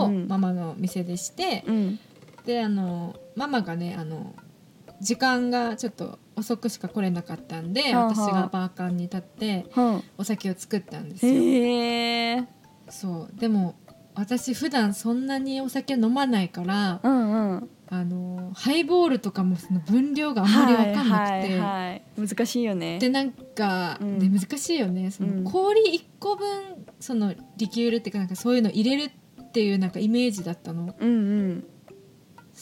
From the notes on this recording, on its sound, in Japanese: 今回音声に少しノイズが入っています、申し訳ありません！Stand.fm。